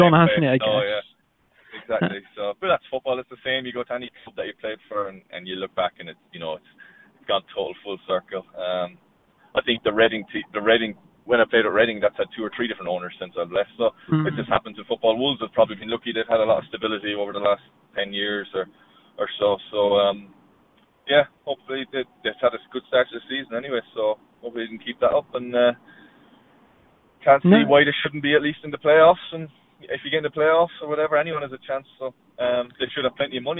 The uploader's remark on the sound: over the phone on his way to training